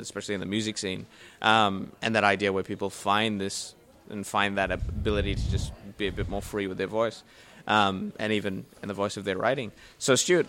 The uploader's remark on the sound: Recorded live at the Brunswick Street Bookstore.